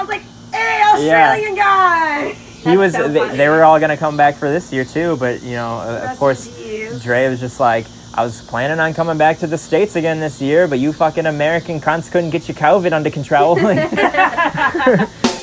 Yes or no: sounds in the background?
yes